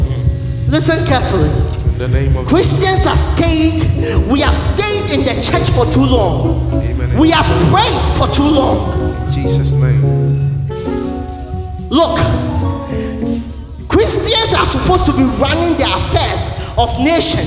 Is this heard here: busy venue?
yes